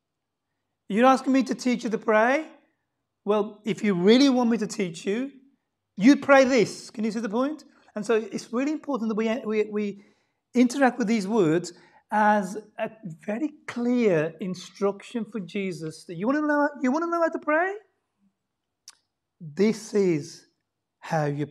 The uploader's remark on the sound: Sunday Service 10:40am LIVE STREAM